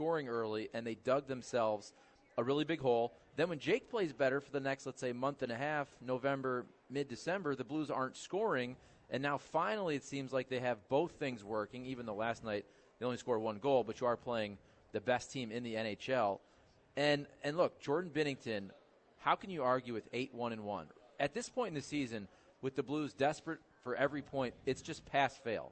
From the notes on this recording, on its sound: broadcasting live from the STL Golf Expo